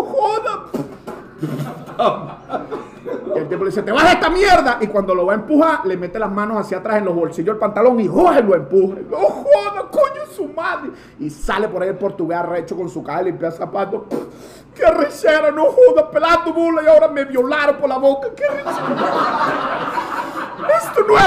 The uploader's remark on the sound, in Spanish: Techo Tres es un programa grabado en vivo.